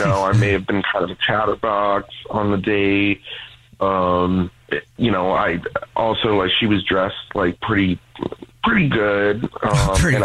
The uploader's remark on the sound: We get that other person on the phone